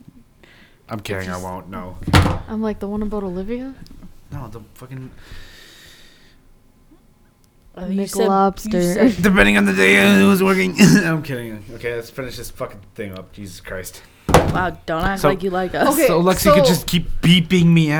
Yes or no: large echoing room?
no